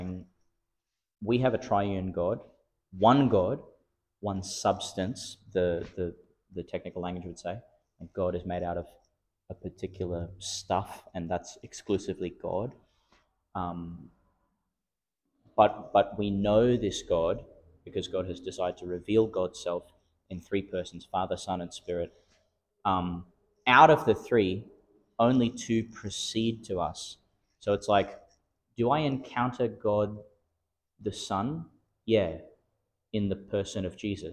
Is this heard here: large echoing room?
yes